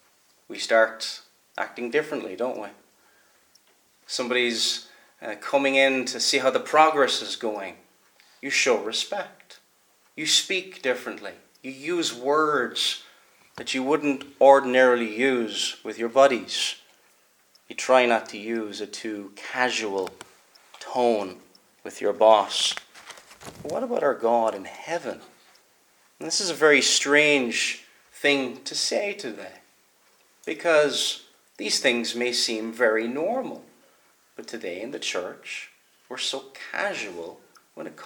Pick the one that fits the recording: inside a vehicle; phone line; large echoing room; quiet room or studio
large echoing room